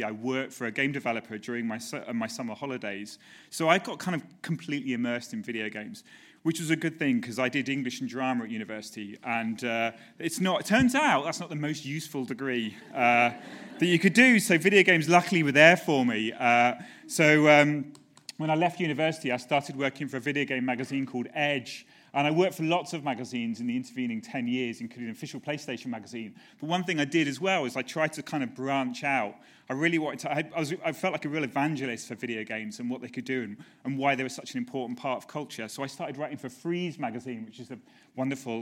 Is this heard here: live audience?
yes